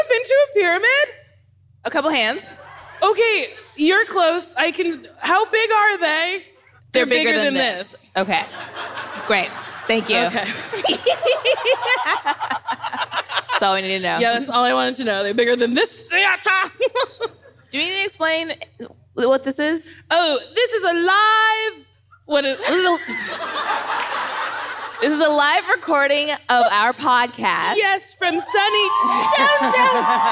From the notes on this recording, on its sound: We’re live from the Netflix Is A Joke festival. Lots of wonderful questions from our audience!